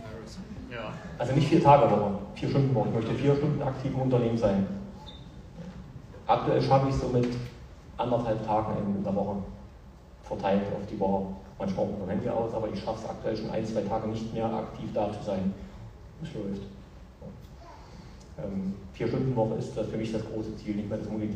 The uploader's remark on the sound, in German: Sein authentischer Vortrag am Wochenende. Leider ging das Mikrofon nicht und die Soundqualität ist relativ schlecht und ihr hört meine wunderbare Lache immer wieder haha...